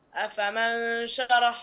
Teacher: أفمن شرح عندنا الآن هنا نون ساكنة وبعدها الشين والشين من حروف الإخفاء الحقيقي